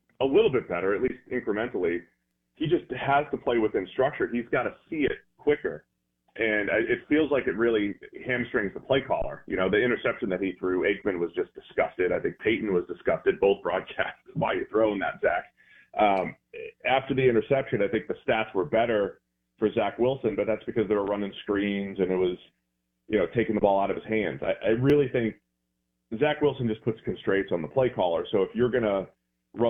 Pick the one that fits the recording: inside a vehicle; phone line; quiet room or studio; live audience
phone line